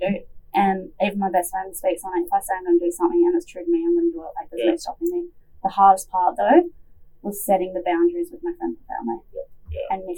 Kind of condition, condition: fault, poor sound quality